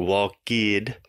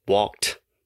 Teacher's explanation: the normal sound that Brazilians tend to make, which is adding the extra id · Shown in: first take · like walk id, which is not correct.